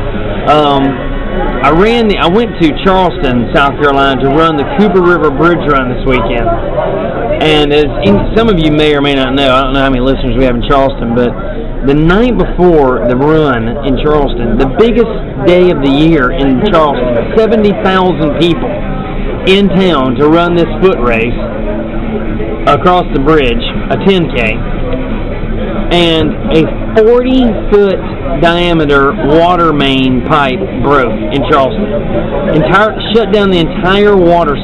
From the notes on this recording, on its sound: Live from the beach. Im drunk at TGIF's.